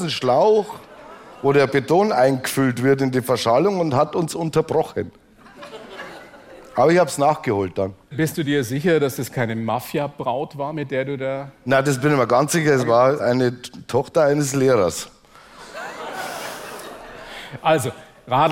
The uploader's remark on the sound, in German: Vor Straubinger Live-Publikum im Rahmen der "Blauen Couch on Tour".